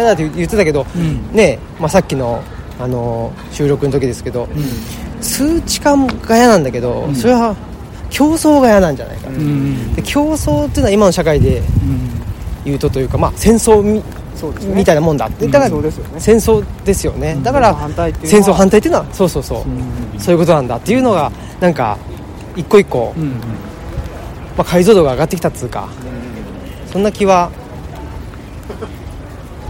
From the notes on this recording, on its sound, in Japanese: 恒例の街ブラ収録。神戸の海辺、街を歩きながら。